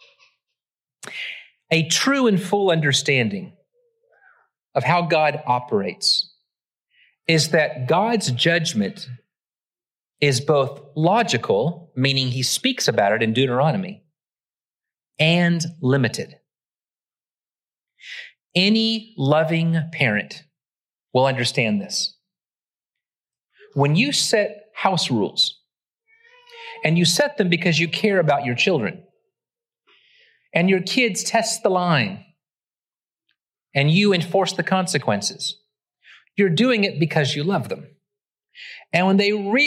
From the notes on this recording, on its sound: Originally preached at the West Side Church of Christ (Searcy, AR) on June 11, 2023.